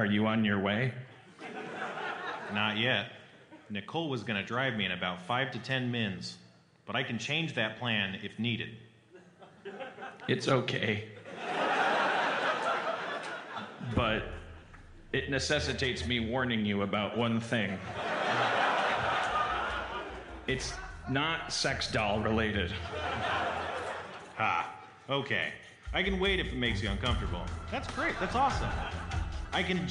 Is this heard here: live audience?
yes